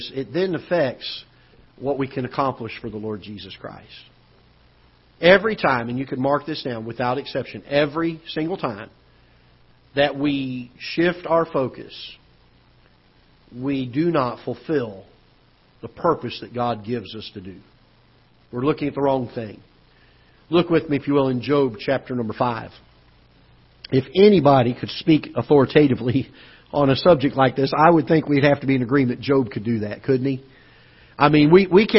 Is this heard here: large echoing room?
yes